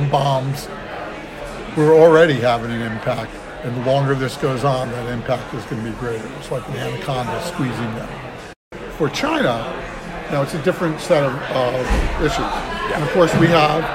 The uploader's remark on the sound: Live from RNDF22